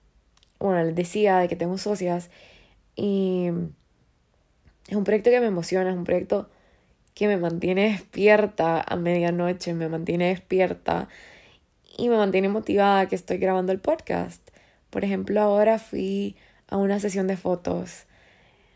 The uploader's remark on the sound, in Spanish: Nada de guión todo desde mi corazón y sueños grabado una noche random a las 12:21 AM from my iphone.